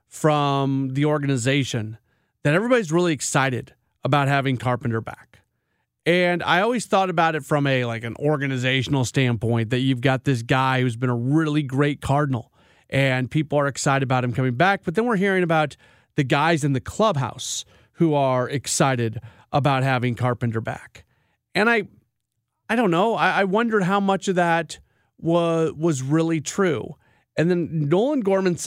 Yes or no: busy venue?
no